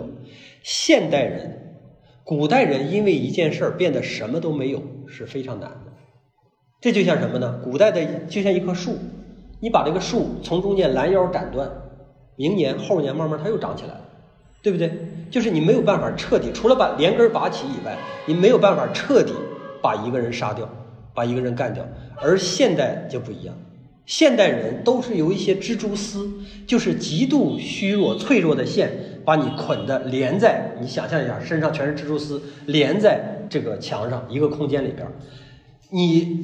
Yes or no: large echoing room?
yes